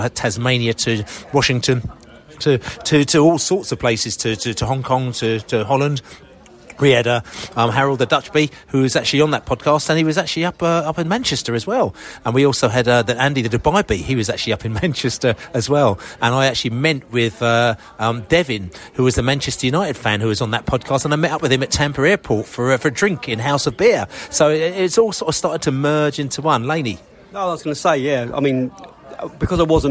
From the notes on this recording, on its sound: Podcast from the Pub. Hooked up in a lovely boozer in Chertsey to shoot the breeze.